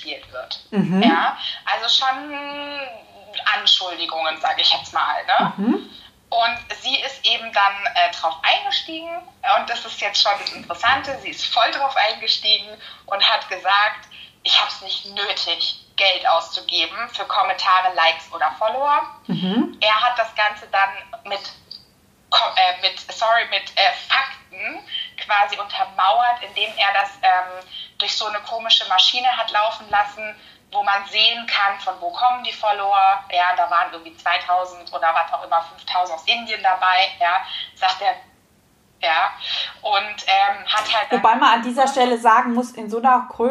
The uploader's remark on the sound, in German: Ein Mitschnitt aus einem Insta-Live